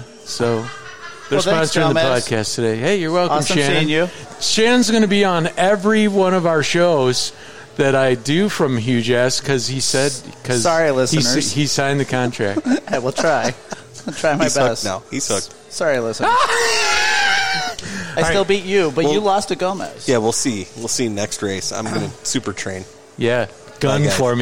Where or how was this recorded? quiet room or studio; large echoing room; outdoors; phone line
outdoors